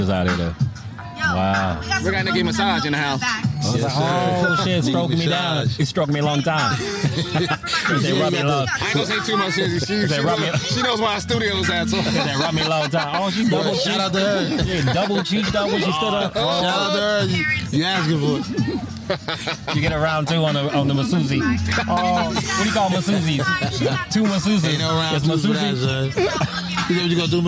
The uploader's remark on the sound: On Location In Mission Beach California